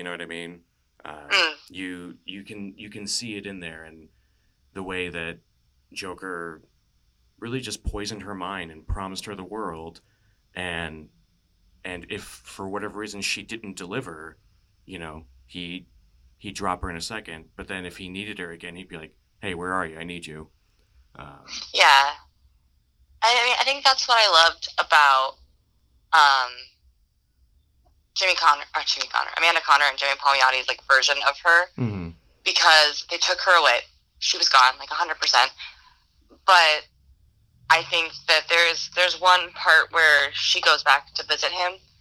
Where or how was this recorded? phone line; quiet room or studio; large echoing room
phone line